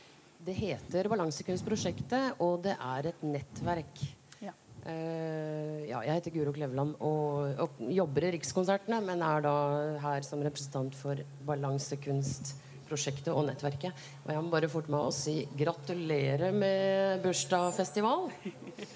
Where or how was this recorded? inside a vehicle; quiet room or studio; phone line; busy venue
busy venue